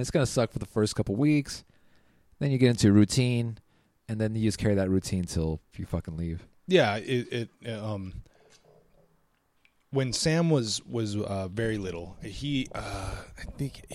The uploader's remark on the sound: We phone interview local pastry chef and all round food wizard.